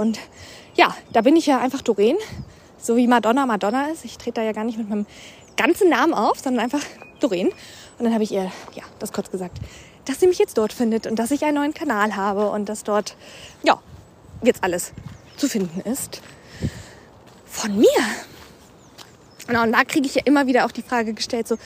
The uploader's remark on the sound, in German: Und auch diese Episode ist wieder im Walk & Talk entstanden. Die Fragen, meine Antworten und du waren bei meinem Spaziergang dabei.